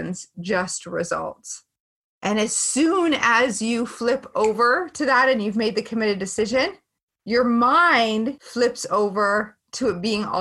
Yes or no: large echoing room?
no